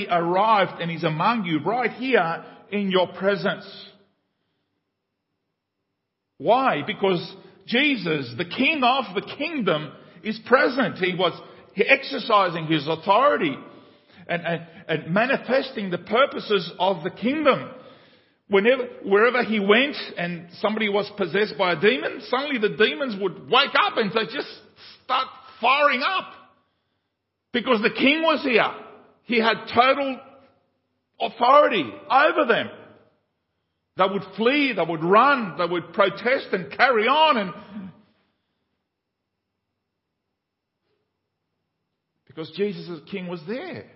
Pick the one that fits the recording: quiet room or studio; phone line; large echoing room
large echoing room